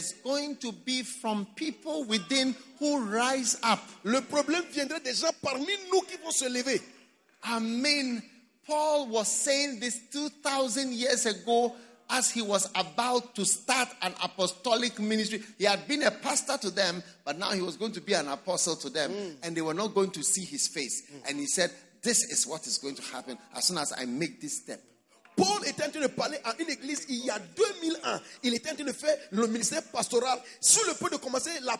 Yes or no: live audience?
yes